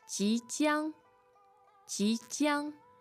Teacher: 即将 so that's second tone and first tone